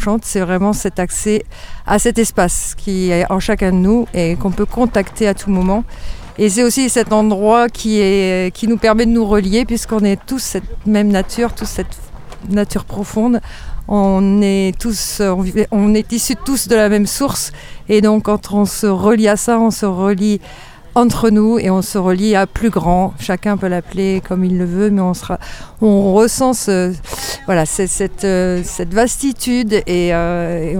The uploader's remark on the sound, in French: En Direct Du Bhakti Om Festival